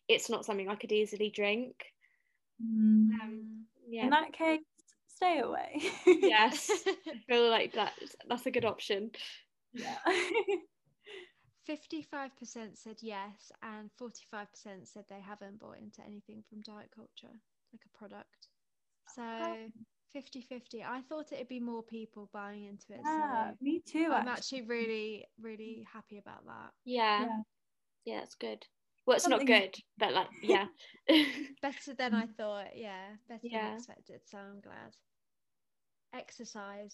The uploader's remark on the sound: chilled FaceTime vibes episode